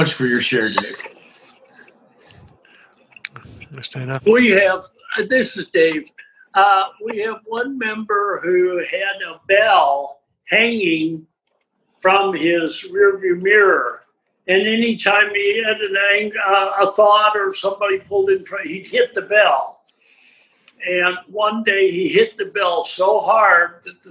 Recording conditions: video call